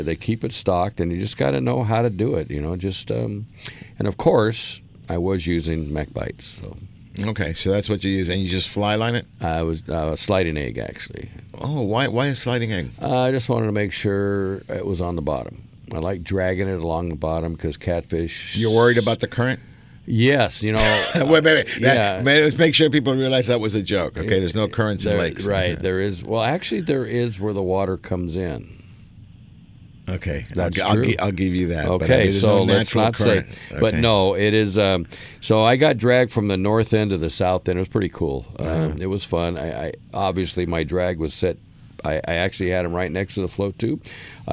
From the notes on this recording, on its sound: "LIVE" from Angel Stadium in Anaheim, CA